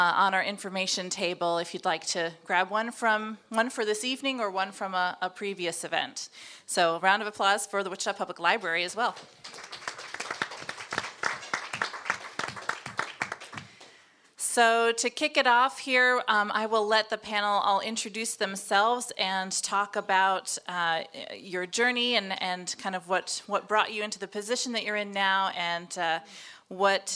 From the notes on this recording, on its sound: Here's the audio of the event.